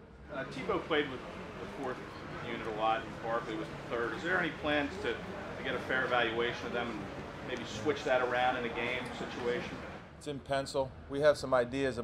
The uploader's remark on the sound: press conference prior to Wednesday's joint practice